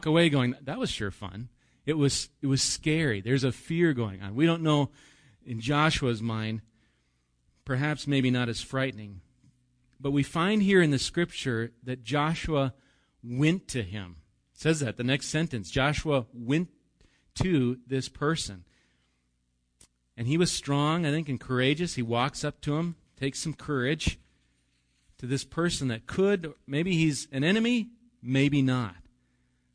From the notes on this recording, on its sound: Recorded live at Bethany Bible Church